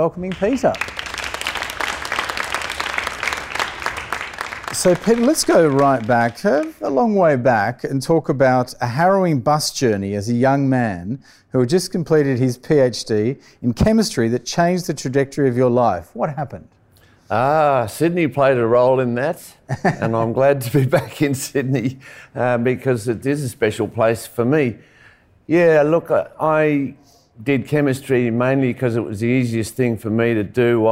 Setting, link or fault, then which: setting, live audience